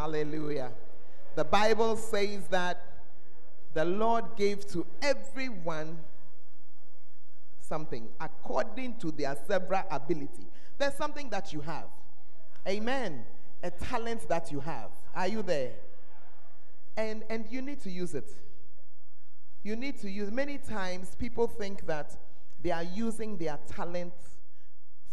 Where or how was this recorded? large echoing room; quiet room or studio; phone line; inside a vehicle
large echoing room